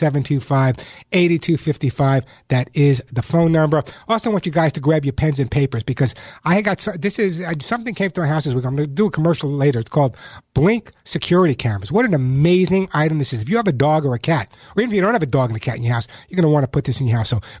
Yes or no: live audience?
no